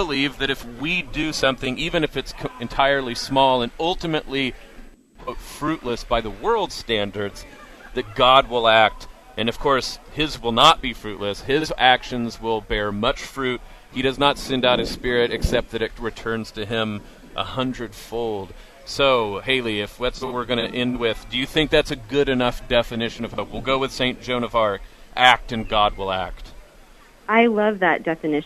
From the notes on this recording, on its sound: Live At IA St Fair